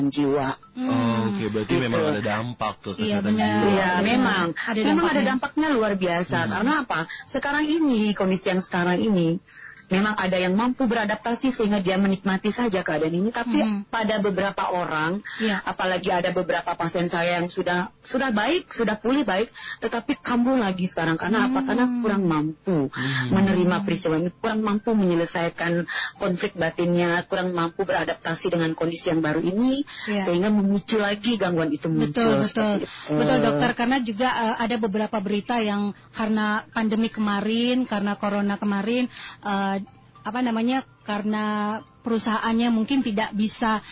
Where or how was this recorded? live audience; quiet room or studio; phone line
phone line